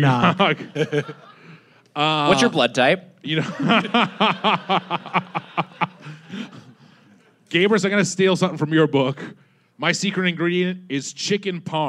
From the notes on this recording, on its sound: Recorded live at Stand Up Live in Phoenix 4/28/22.